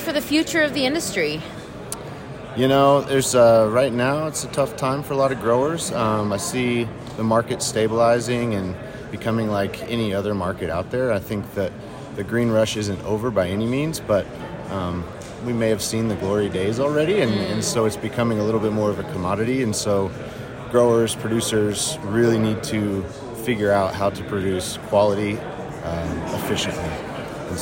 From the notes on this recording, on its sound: on the expo floor to hear the answers of consultants, equipment manufacturers, and event organizers